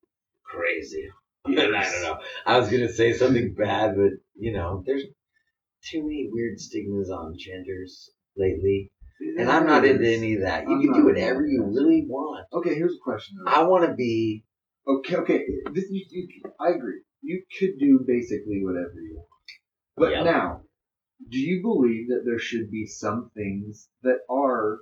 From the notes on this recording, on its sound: This episode, we messed up. Poor Poor audio.